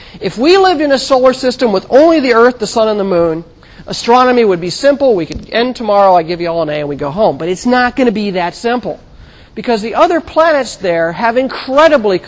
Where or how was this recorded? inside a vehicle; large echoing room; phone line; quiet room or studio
large echoing room